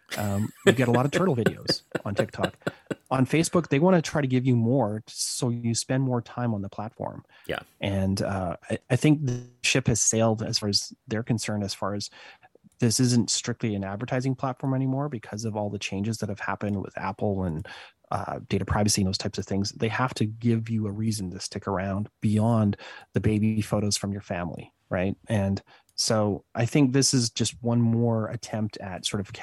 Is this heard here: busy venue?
no